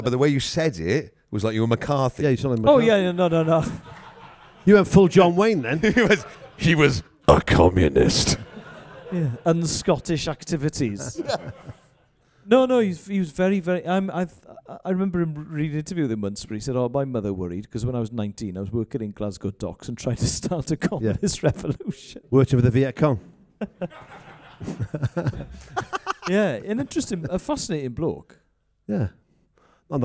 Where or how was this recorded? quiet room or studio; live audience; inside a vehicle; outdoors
live audience